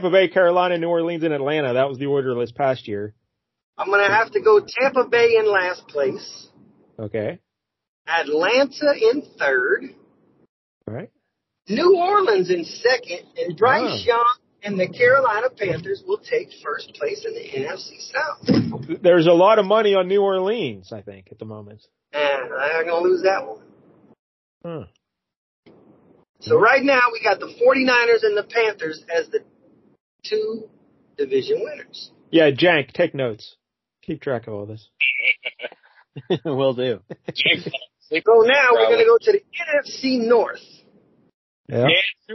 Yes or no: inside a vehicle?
yes